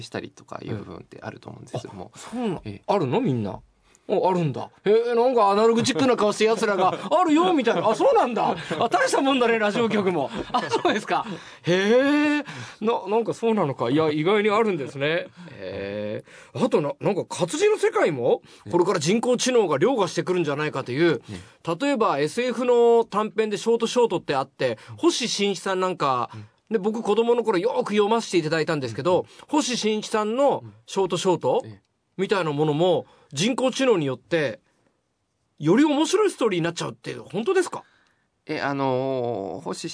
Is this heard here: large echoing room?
no